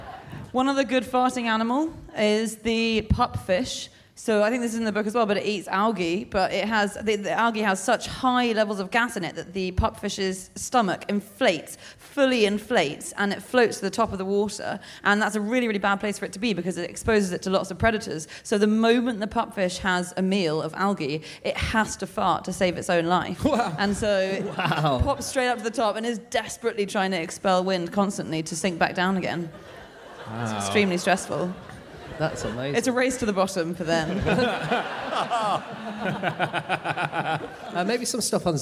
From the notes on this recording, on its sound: Live from Melbourne